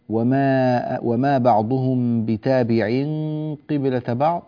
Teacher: والتنوين هنا جاء بعده حرف القاف، فهنا عندنا إخفاء، هذا الإخفاء تفخم غنته أيضا، ولكنها تفخم تفخيما نسبيا يسير نسبيا، لأن القاف التي بعدها قاف مكسورة، فهذا يجعل الحرف يعني التفخيم لا يكون على أعلى درجة وأقوى تفخيم.